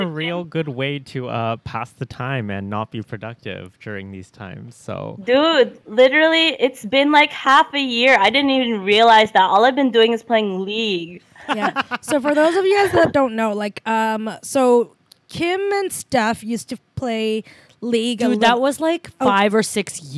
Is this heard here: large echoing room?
no